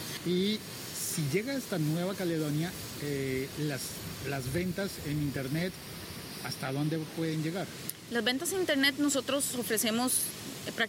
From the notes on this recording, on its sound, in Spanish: Un episodio podcast grabado en una playa mexicana, con una costaricense y un colombiano conversando.